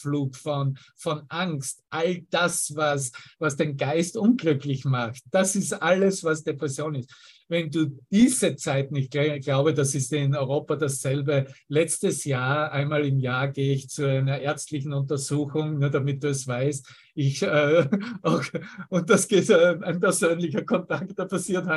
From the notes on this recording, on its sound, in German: Zoom-Session. Veranstaltet von der Aleph Akademie.